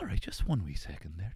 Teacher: she had this real breathy Northern Irish voice